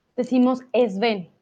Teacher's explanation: siempre ponemos una E al principio, luego la S